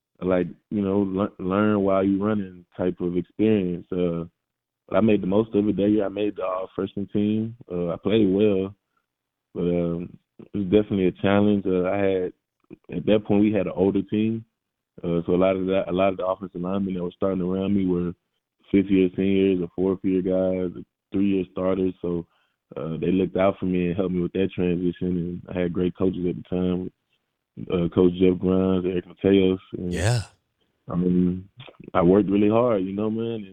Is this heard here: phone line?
yes